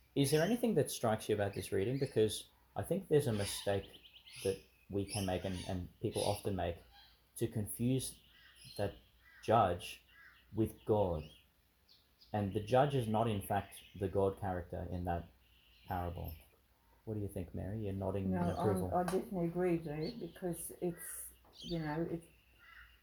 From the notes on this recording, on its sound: in the park outside St Mary's Church, Ubobo, Qld.